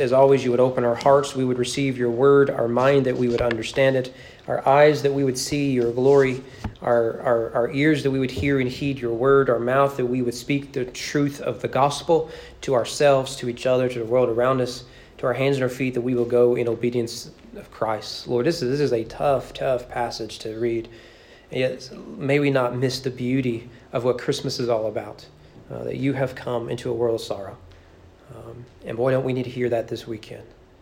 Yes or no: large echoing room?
yes